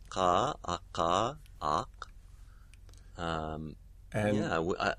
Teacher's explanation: And then if we take one step further back, again, we may be using slightly further back bits of the dorsum of the tongue here, but we're also articulating further back along the palate or along the roof of the mouth · Term: uvular sound